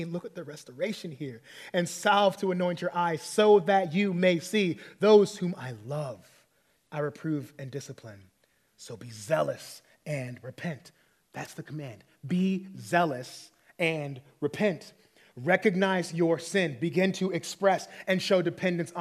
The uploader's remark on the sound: preached this sermon at our 20-30 Young Adults meeting on March 31, 2023.